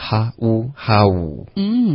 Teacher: how 的 u 的音、是记得这个要滑动